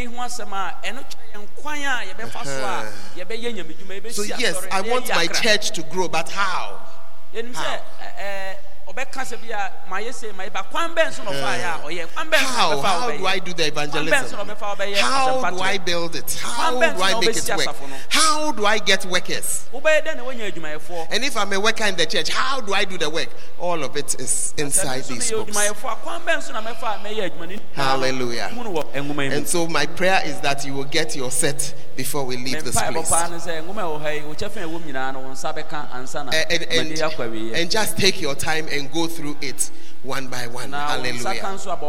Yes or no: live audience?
yes